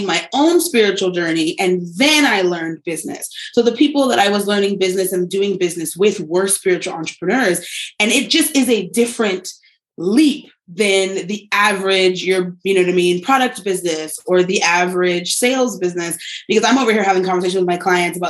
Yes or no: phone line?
no